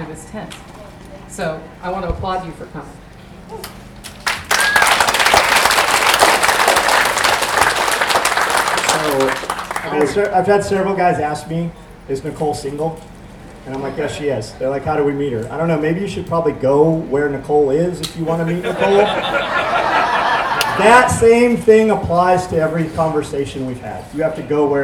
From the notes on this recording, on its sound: I captured a few choice clips from some of the speakers at the Self-Reliance Festival